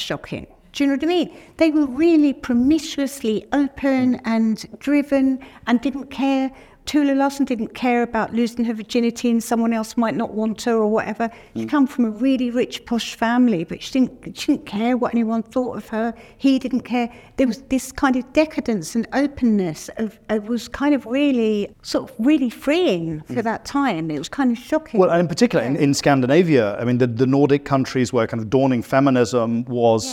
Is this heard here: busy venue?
yes